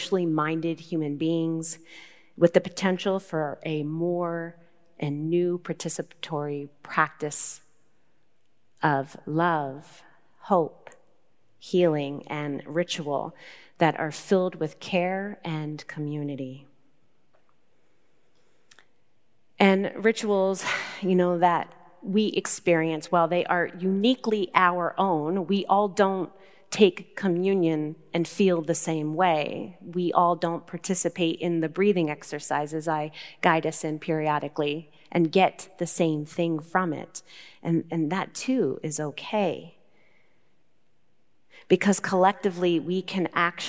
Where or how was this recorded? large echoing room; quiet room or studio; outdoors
large echoing room